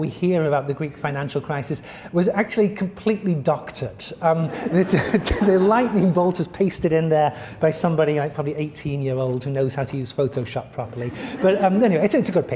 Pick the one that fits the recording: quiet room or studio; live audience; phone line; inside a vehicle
live audience